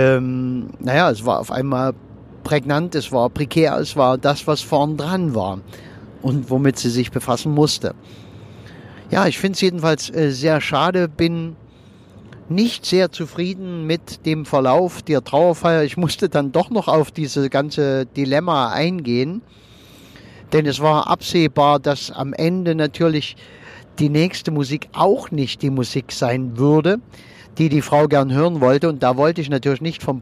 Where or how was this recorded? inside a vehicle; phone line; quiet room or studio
inside a vehicle